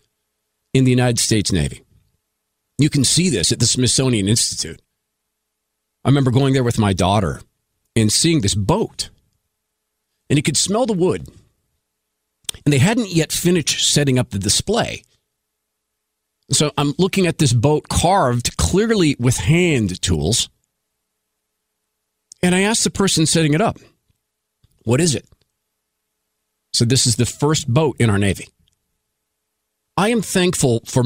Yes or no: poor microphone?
no